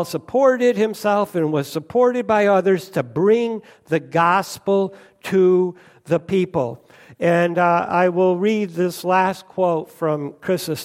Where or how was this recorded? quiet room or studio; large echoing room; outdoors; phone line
large echoing room